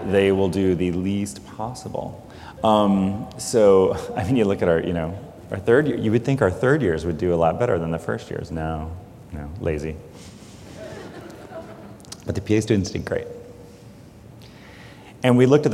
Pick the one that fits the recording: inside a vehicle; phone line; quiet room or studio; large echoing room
large echoing room